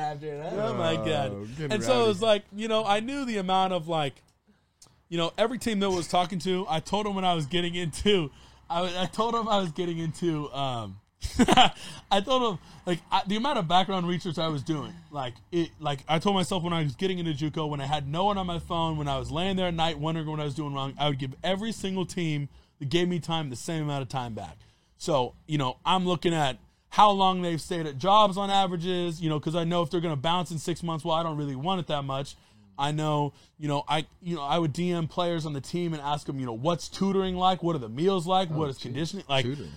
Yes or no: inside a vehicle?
yes